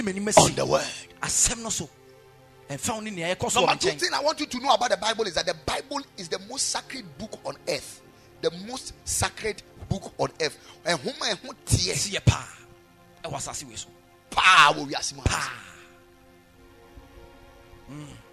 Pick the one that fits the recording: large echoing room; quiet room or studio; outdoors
large echoing room